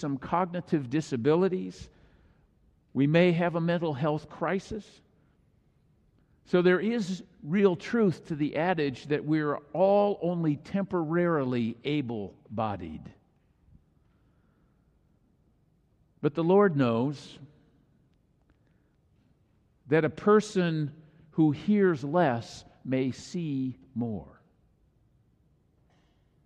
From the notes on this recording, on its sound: This message was delivered during the Traditonal Worship service.